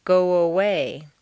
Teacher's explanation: if a word ends in O, your lips are going to be in the forward position, so a W, a W, quite naturally leads into the next sound, go away. You don't want to say go away and break the undercurrent of your voice. · Term: slight w sound